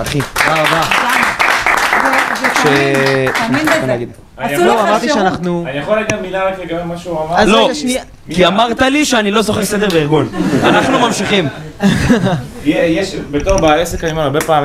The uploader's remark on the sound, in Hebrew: ספיישל עם קהל חי!